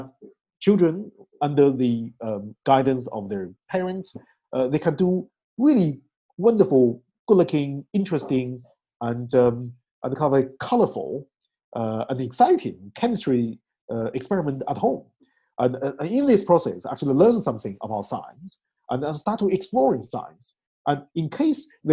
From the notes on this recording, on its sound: Call Recording: Zoom. Podcasting: Anchor. Recording: Logic Pro X.